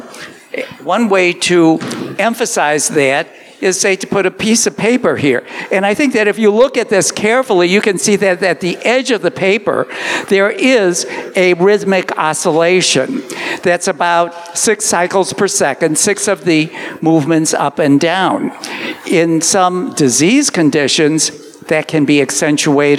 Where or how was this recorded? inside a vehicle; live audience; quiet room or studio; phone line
live audience